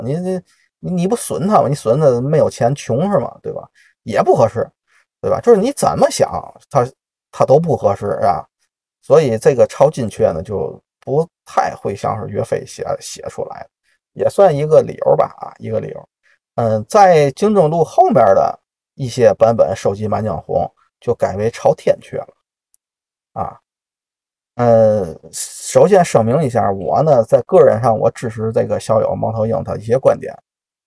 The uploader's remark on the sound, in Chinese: 本期录音在车里录的，效果略有瑕疵，各位包涵。